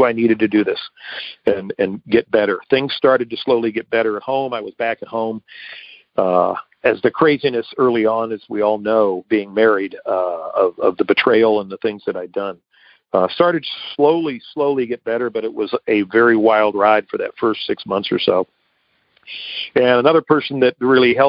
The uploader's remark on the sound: Akron OH. Noon Phone Speaker Meeting.